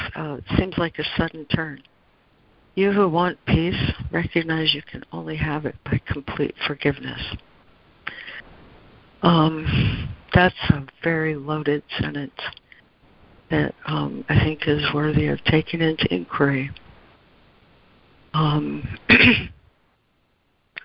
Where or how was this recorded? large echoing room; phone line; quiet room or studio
phone line